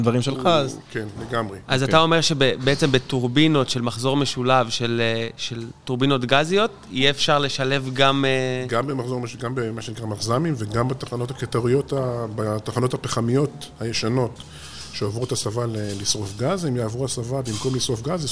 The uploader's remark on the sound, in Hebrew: בפרק שהקלטנו במסגרת הכנס "האם הגיע הזמן לאנרגיה גרעינית?" שהתקיים באוניברסיטת רייכמן בשיתוף עם קהילת החדשנות באנרגיה "EnergyCom.IL".